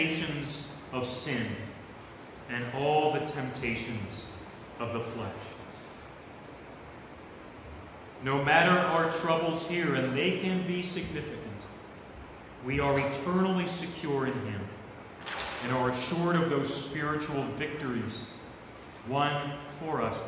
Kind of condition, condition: setting, large echoing room